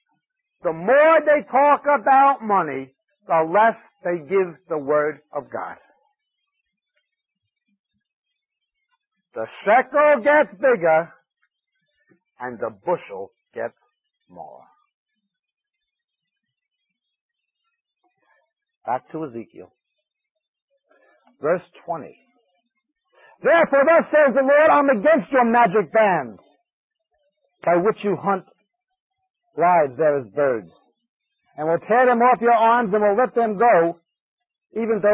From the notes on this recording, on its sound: This five-part series was recorded at a conference sometime between 1996 and 2002.